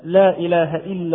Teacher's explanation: اللام حرف ليس من حروف التفخيم، حرف مرقق لام، نقول مثلا لا إله إلا الله فلا إله إلا، هذه كلها أمثلة على اللام المرققة.